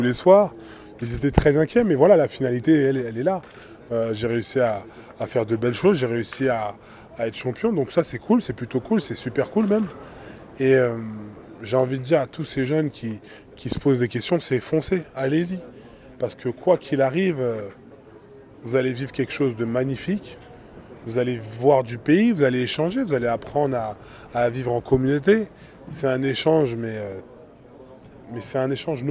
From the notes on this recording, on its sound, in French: ARUE. Ont convié les journalistes pour une conférence de presse.